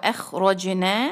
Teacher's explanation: ہونٹوں کو گول، الف کو خوا کے ساتھ ملائیں گے، خوا کی آواز بھاری کرنی ہے اور رگڑ کے ساتھ وہ اخ رو کو بھاری کرنا ہے، رو وخرو جیم پر ہم جھٹکا دیں گے، کلکلا کریں گے، روجے، और ख्याल रखिएगा कि जीम पे कल कला वाजे हो।